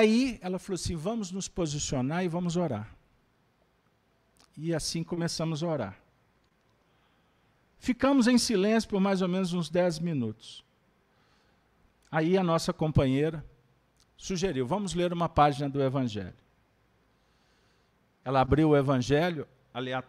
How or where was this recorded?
live audience